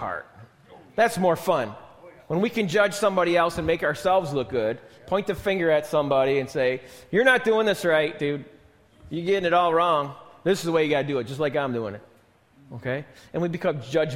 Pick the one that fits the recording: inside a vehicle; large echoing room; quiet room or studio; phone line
large echoing room